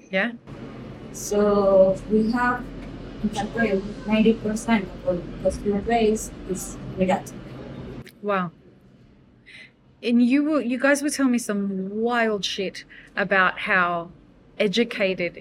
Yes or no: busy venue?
yes